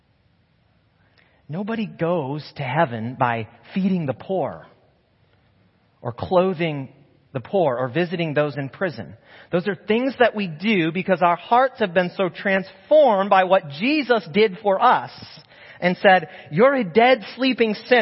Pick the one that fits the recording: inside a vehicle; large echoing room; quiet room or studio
large echoing room